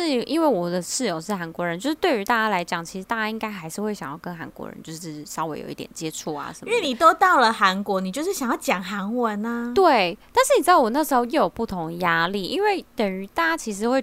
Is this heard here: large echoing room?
no